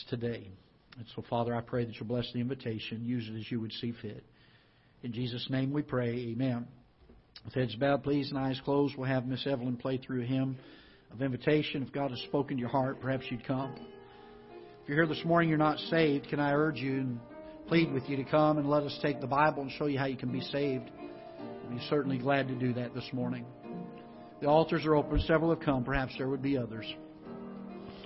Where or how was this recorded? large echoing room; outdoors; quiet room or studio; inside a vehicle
large echoing room